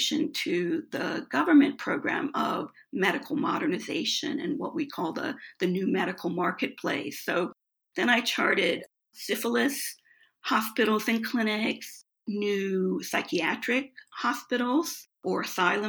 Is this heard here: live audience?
no